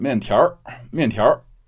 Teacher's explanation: That strong R sound at the end of words was so common around Beijing.